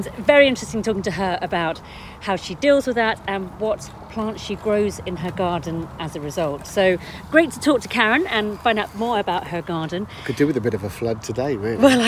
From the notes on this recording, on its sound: On a hot summer's evening. Record this episode of Growing Together in a private garden in Hampshire.